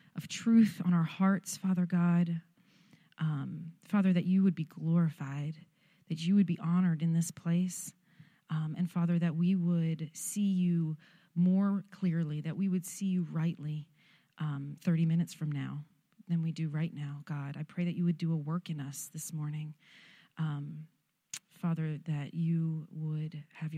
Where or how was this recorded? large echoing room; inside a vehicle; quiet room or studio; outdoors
large echoing room